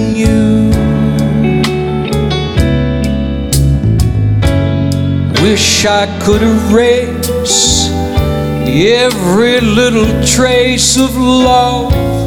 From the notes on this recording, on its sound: Live at the SouthPoint Casino